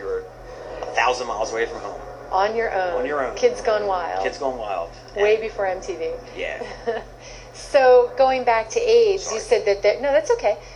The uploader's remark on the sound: Audio note: Please forgive the low and rather poor sound quality of this interview.